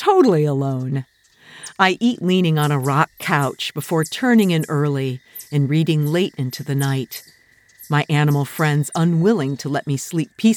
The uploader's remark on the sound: Will live in a remote cabin this spring to create audio narrative essays in Upper Peninsula Michigan in the Porcupine Mountains. A private site on a beaver pond filled with nature's sound including chipmunks, owls, beaver and a howling wolf.